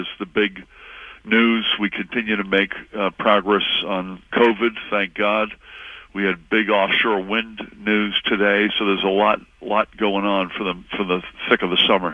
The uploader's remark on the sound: a live call-in special